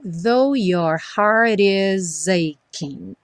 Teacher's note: juntamos o is com aching e o g do aching, como do breaking, como do shining, não vai ser pronunciado